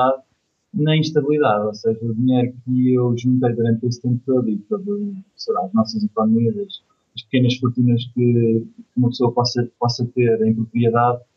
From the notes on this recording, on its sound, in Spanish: Entrevista Skype. Combinámos logo na altura uma entrevista Skype uma vez que ele está em Hong Kong.